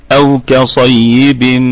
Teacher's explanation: الهمزة همزة أصلية محققة تثبت في البدء والوصل